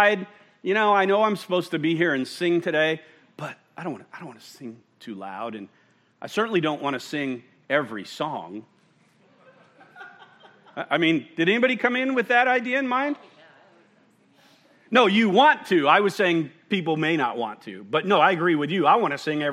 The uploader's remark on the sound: at Murrieta Valley Church in Murrieta, California